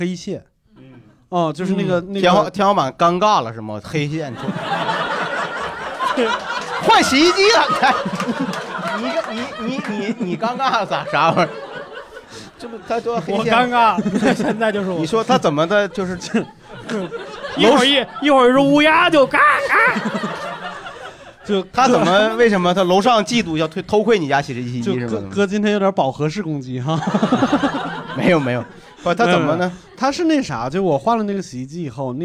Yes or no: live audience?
yes